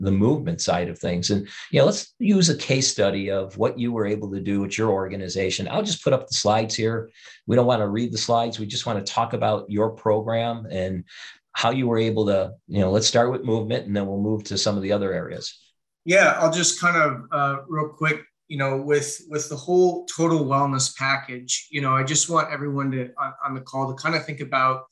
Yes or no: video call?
yes